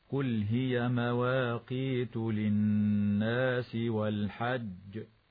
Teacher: ويجوز الوقف على قول الله تعالى والحج مع قلقلة الجيم